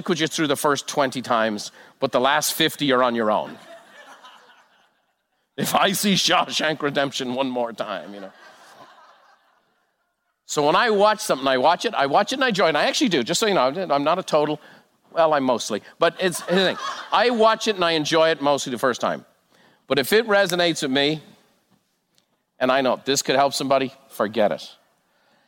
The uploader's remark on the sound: A live recording from Buffini & Company Peak Experience.